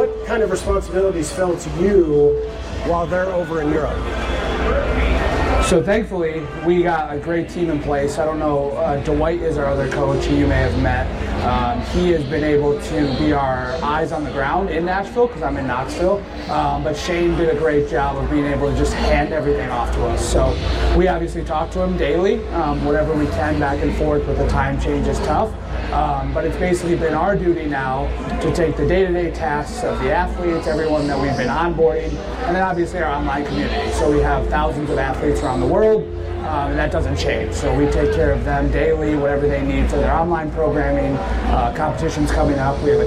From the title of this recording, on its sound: Bonus Episode LIVE!!! From Wodapalooza